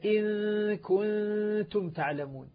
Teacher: فإذا أردت إخفاء أقول إن كنتم تعلمون، النون تكاد تلامس تلامسا رقيقا الإخفاء اللثة العليا لكن دون أن أشد على طرف اللسان مع اللثة.